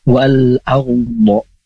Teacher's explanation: karena sebelum huruf ro ada huruf yang berharokah fathah atau berharokah dhammah, maka ro-nya itu dibaca tebal.